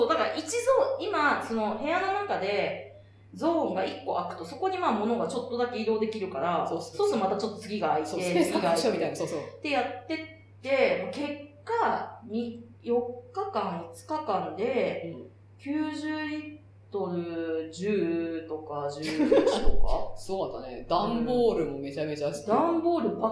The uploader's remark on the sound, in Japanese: 今月ちょっと音質が悪いです。